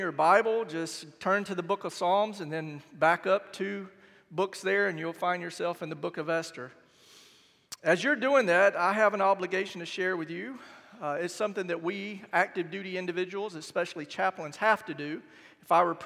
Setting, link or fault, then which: setting, large echoing room